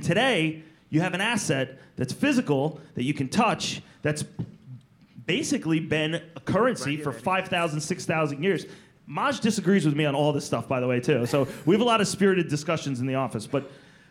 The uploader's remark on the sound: the first-ever live Planet MicroCap Podcast that I recently hosted at the Planet Microcap Showcase 2017 in Las Vegas